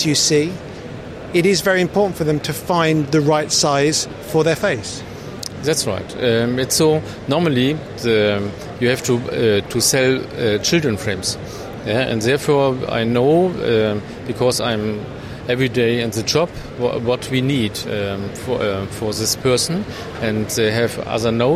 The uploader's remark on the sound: "live" from Silmo Paris 2023